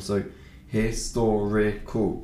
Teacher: the R is much stronger than it is down on the south coast